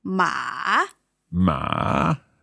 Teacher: And the third tone is going down and up.